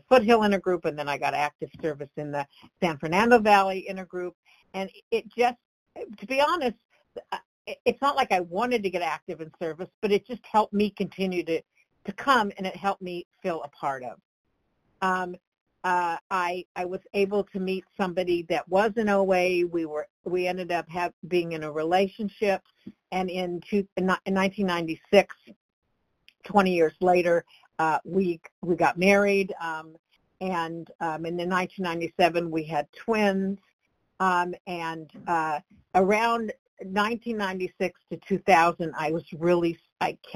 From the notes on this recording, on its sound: from the 100 Pounders Phone Meeting